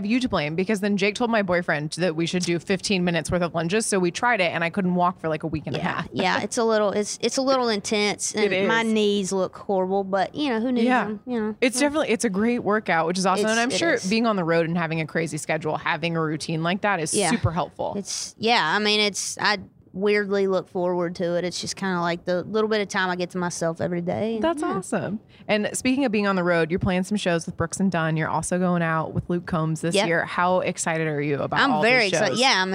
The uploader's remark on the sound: backstage at Audacy's Leading Ladies Live